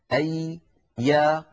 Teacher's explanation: الياء يا إخوة حرف يخرج من وسط اللسان · Term: حرف الياء